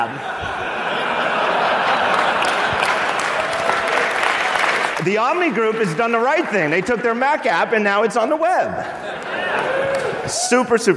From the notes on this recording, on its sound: Recorded in front of a live audience at The California Theater in San Jose.